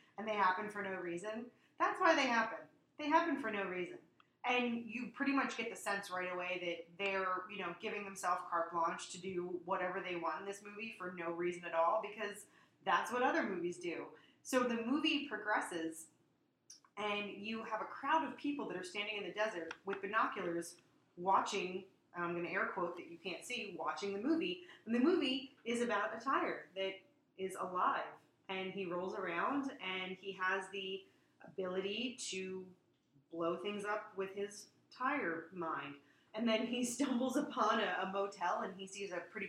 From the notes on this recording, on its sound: Our apologies this week for the audio issues!